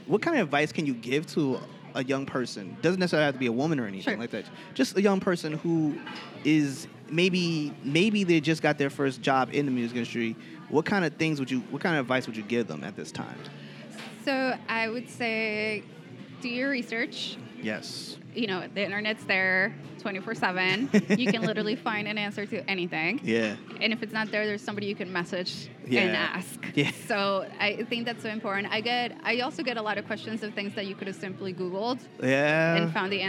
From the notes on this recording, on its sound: I met up with her at a starkbucks in the middle of Manhattan a few weeks back to record this podcast. The orginial place where we were going to record this podcast was closed and we had to think on the fly as to where we could record this episode.